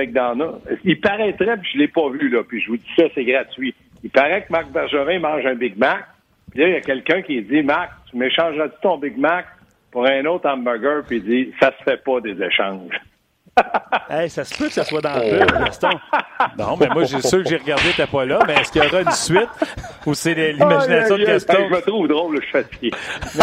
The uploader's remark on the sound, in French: Au bout du fil. En studio.